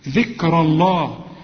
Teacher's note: إذا وصلت رقق الكاف برضو وحنفخم الراء لأنها مفتوحة